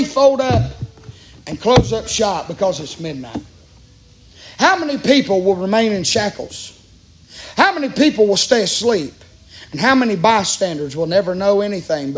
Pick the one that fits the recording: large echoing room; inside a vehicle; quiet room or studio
large echoing room